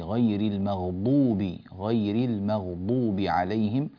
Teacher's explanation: فخمي الضاد وأعطيها حقها من القوة والمتانة